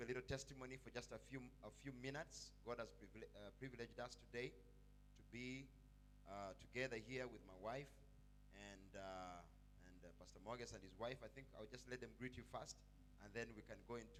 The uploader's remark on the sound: We apologize for low audio output in the beginning of the interview. It however clears up in the later part of the interview.